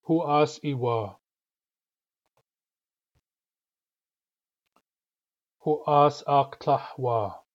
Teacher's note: Notice that the S of huas has a glottal stop after it in huas I and huas aktah. That glottal stop is important.